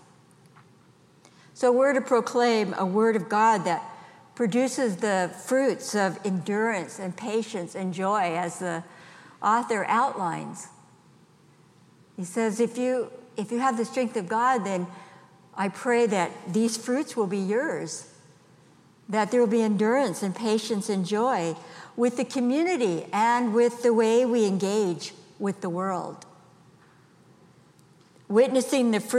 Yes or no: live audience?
yes